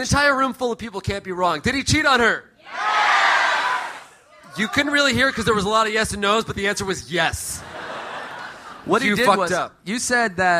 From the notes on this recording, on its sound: Live from Austin! Live from Austin, Texas!